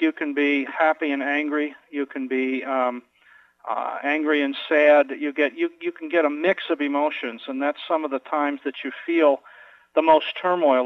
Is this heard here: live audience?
no